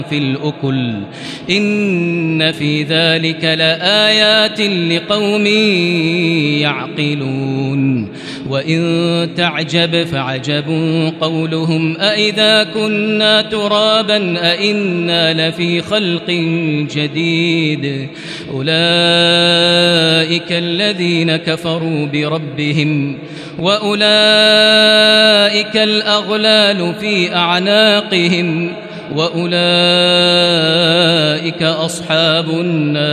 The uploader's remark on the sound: Live Recitation from Masjid ul-Haram in Al-Makkah Al-Mukarramah